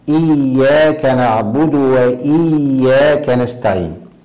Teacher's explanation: تخفيف الياء وعدم تحقيق شدتها في موضعيها، يعني إياك تكررت مرتين، فالقارئ يعتني بالشدة في هاتين المرتين